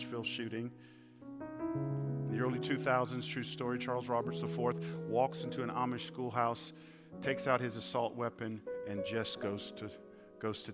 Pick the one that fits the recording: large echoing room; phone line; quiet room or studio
large echoing room